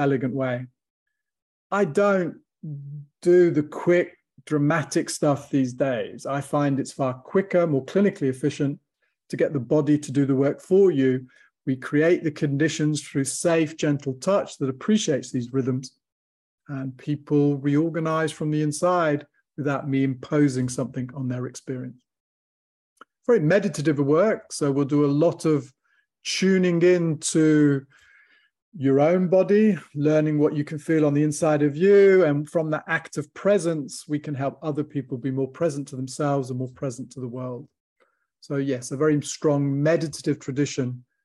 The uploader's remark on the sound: From the archives, audio from webinar